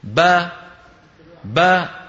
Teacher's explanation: تباعد الشفتين اللي هو مخرج الباء وتباعد الفكين اللي هو مخرج الفتحة. الفتحة يعني الألف.